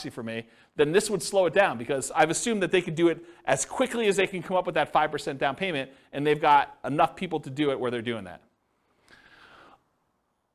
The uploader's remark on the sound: This was a live class recorded